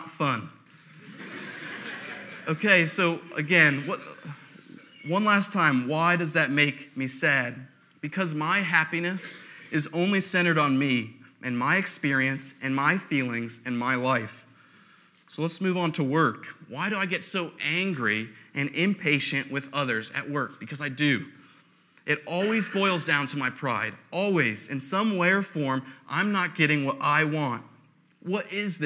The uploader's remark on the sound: preached on November 8, 2015 at Veritas East